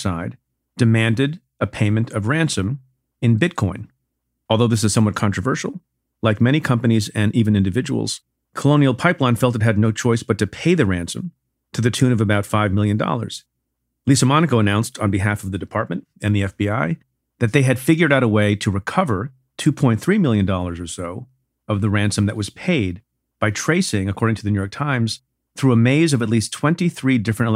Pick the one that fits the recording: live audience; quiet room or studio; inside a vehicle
quiet room or studio